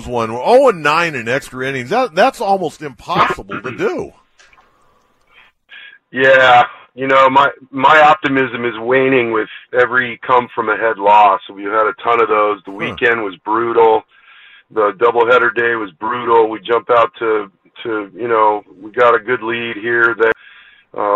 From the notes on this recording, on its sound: fans call